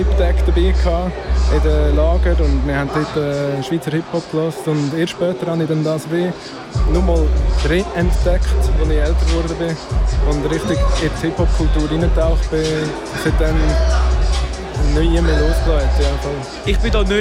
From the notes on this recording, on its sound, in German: Live vom Hood Look Good -Festival. Make the Hood Look Good live aus Aarau. Live vom Hood Look Good -Festival.